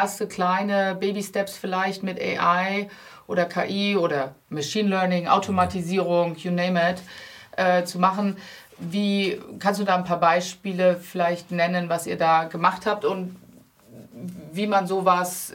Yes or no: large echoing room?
no